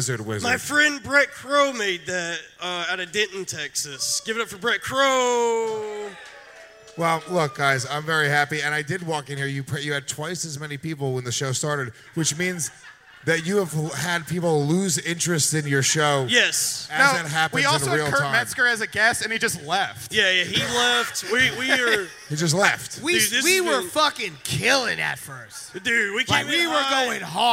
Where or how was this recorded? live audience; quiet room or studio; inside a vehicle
live audience